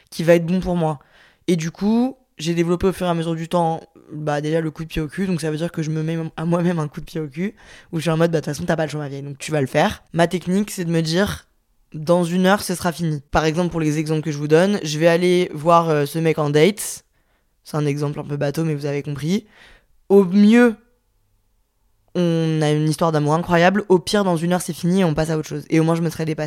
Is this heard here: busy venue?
no